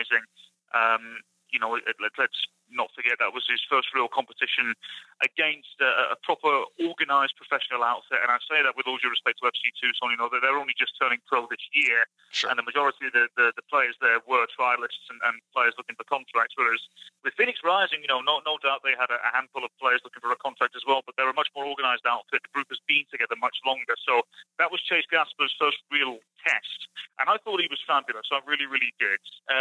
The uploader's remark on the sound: A Phone Call. Over the phone as the team continues its preseason in Tucson. The audio quality is not great.